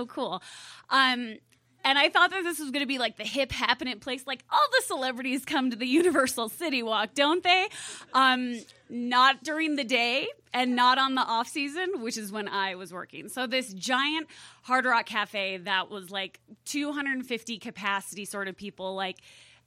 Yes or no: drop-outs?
no